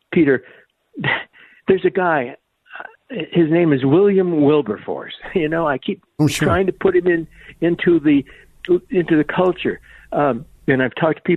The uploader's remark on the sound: open phone lines